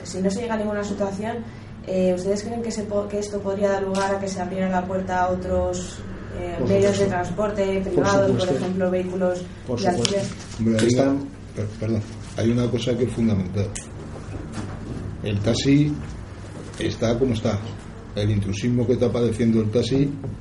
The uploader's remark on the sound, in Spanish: Audio íntegro de la rueda de prensa